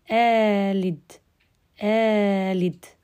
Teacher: أبدل على القصر لأن اللام اللي ورا الهمزة الثانية جت معي متحركة وليست ساكنة فأبدل على القصر فحقول آه، آلد آلد آمنتم آمنتم · Term: الإبدال